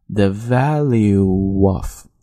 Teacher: 所以我们在读的时候要把它加一个 w 音在中间 · Term: 元音和元音的连读